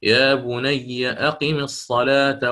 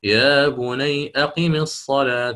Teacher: فقرأ الإمام البزي بفتح ياء الإضافة في هذا الموضع · Shown in: first take